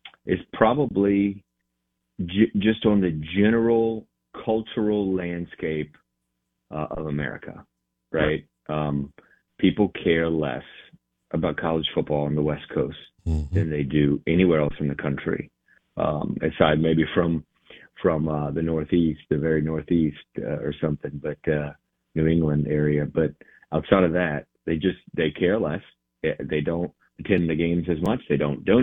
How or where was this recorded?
phone line